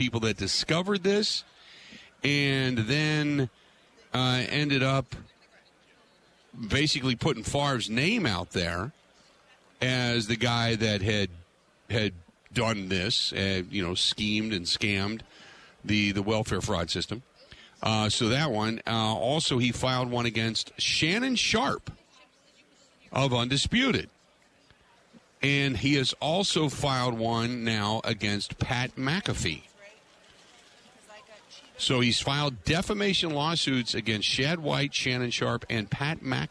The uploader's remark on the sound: Live From Radio Row At Super Bowl 57.